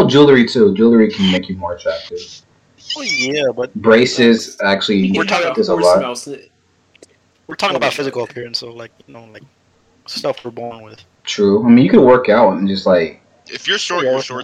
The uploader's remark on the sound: Slight Audio issues. Audio messed up half way on my mic.